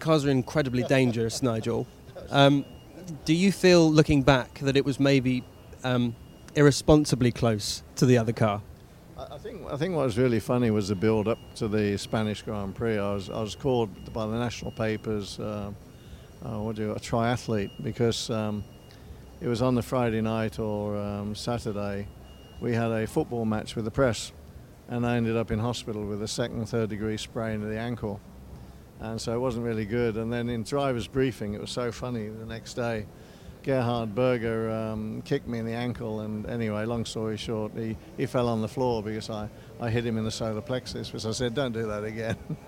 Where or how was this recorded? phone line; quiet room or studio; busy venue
busy venue